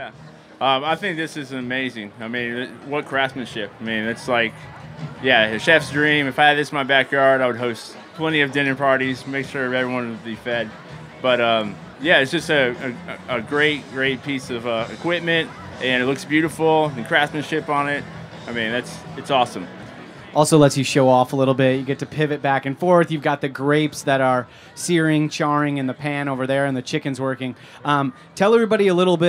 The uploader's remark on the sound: over the Springer Mountain Farms campfire at Charleston Wine + Food